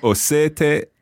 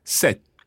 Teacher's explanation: slightly different vowel sounds, and of course you're bouncing on that T in there